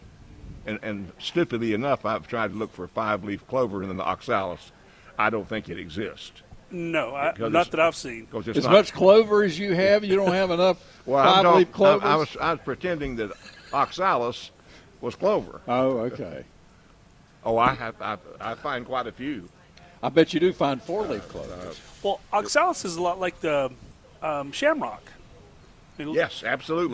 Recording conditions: busy venue